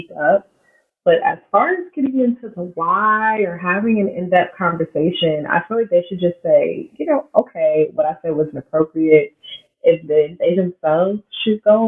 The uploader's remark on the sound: The audio turned out a little rough for this episode